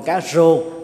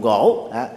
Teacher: một số người miền Nam ở đồng bằng sông Cửu Long đó, từ nhỏ không được huấn luyện thì chữ R đó đọc là G · Shown in: second take · giống như con cá rô đọc là cá gô, nhảy trong rổ thì nhảy trong gỗ, thì cái đó là dễ bị sai lầm ở cái phương ngữ của đồng bằng sông Cửu Long.